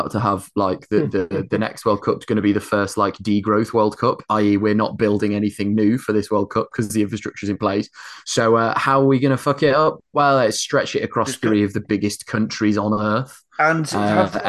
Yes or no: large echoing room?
no